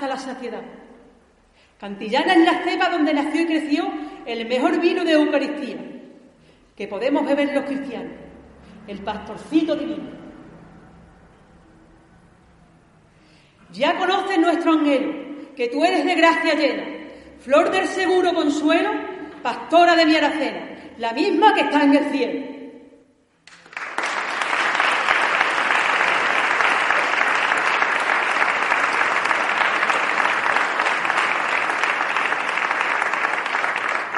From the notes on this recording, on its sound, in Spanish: AUDIO grabado en DIRECTO. En la Iglesia de El Carmen y emitido en LA RADIO.